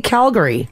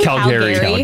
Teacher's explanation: some people hit hard on the Gary · Shown in: second take